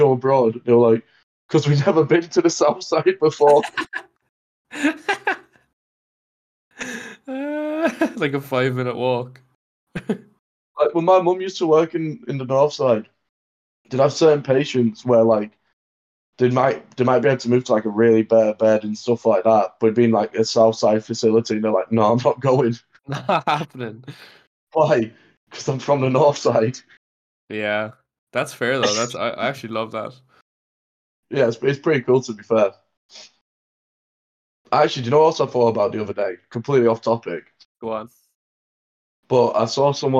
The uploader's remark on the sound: we recorded this one remotely